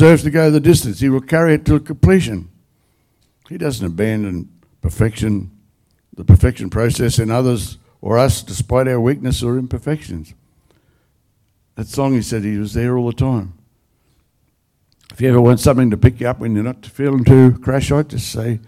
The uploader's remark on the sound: The live stream of Destiny Church Atherton.